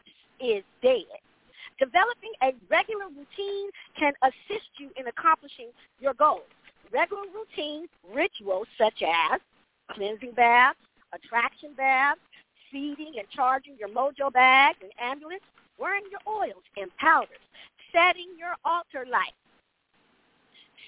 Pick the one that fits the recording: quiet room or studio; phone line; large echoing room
phone line